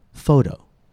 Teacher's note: Notice how the vowel is longer and the pitch is higher on the first syllable.